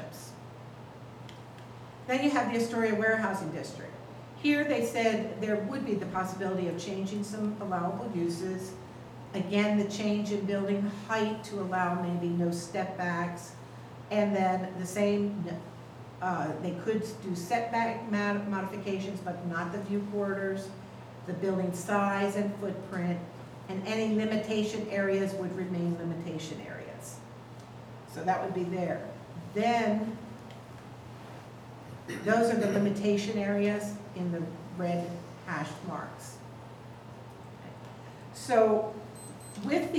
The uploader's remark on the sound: Live recording of Astoria City Council Meeting.